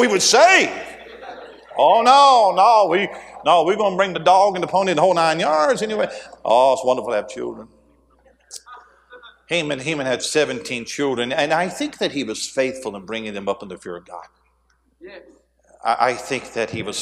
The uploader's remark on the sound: A sermon preached Wednesday Afternoon during our Spring Jubilee, on March 29, 2023.